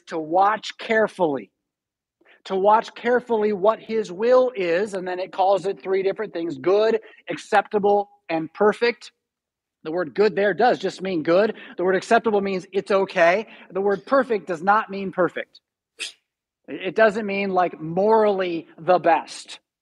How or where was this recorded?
large echoing room